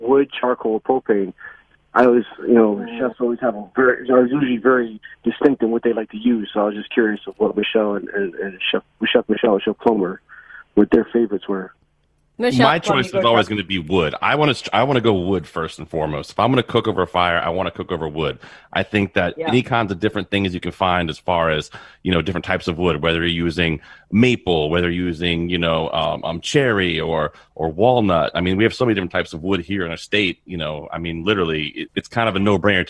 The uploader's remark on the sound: We’re live and taking your calls.